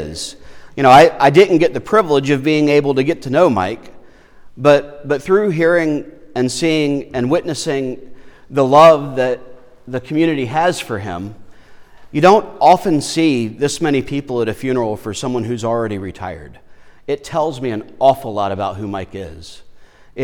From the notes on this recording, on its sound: Lutheran Church of Our Redeemer, Foxboro